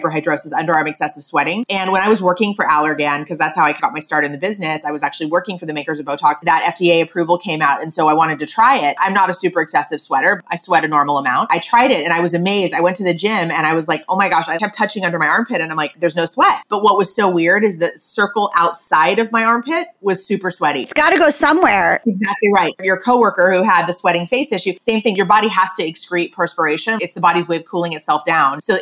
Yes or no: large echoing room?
no